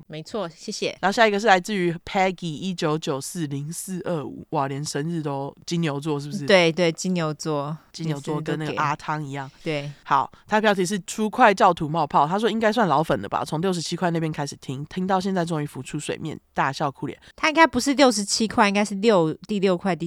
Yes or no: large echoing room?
no